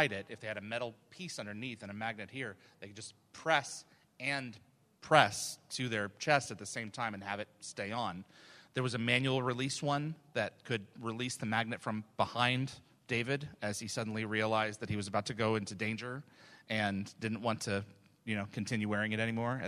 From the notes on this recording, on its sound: as this was a LIVE, on-site event with in-person props, this episode is not optimized for an audio podcast